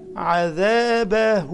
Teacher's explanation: وجنب منها على السطر واو صغيرة ده اسمه مد صلة، يعني بنمد الهاء دي حركتين على إنها واو